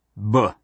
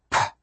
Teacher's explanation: Voicing, larynx hums, b. No voicing, larynx doesn't hum, p.